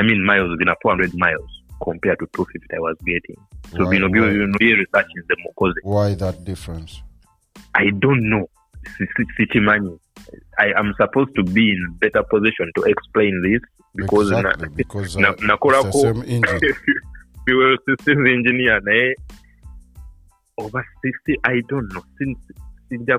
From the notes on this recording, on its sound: via telephone conferencing